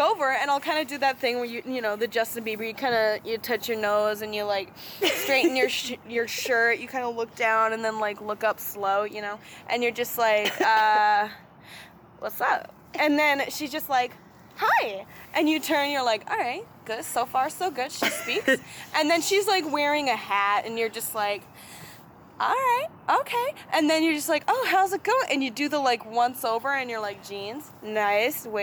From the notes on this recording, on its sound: This episode was recorded outdoors.